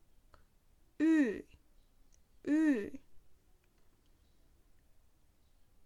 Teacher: Myslete taky na to, že špička jazyka se zvedne směrem k zubům. Takže našpulíme na U, řekneme do toho ale české I. A nezapomeneme na to, že špička jazyka se zvedá k zubům.